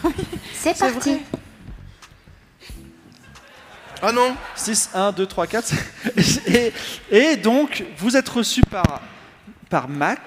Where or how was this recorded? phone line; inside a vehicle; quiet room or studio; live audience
live audience